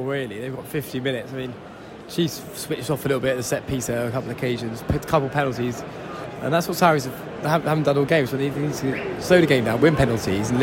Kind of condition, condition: setting, busy venue